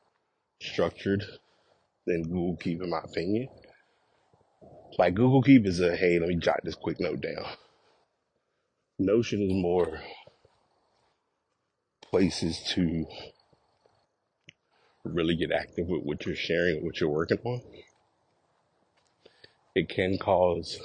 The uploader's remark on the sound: Walk Recording